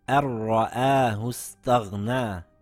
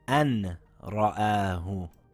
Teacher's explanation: Or in this verse, we see a noon sakin followed by a yarmalun letter. We drop the noon without holding the sound because it's a ra. · Shown in: first take · The verse now reads ar-ra'ahu staghna, and not an-ra'ahu.